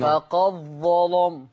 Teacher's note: هنضغم الدال في الظاء ونغلظ اللام